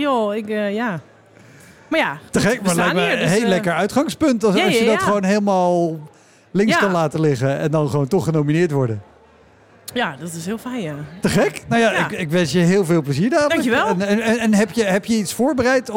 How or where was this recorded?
busy venue